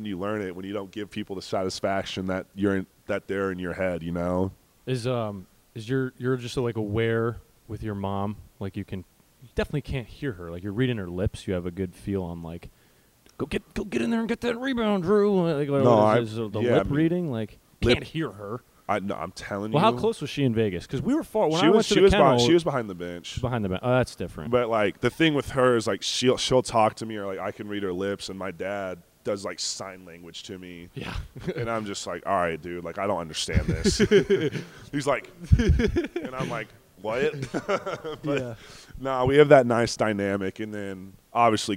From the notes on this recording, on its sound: Sit down in Northern Quest Casino for their first live audience podcast. Audience Q&A.